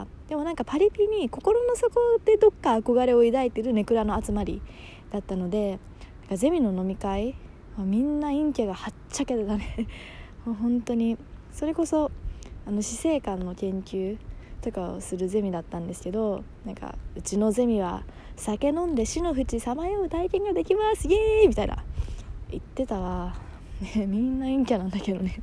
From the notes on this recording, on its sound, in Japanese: 帰宅途中に録音したので車の音とか入ってます。